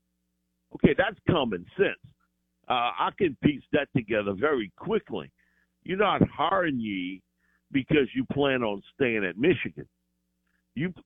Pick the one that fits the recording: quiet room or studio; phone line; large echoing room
phone line